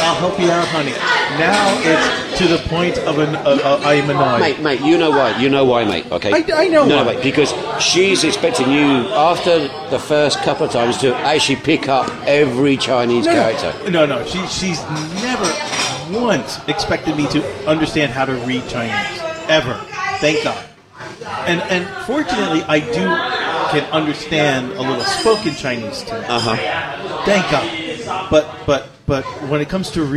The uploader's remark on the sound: This episode was recorded from New York Cafe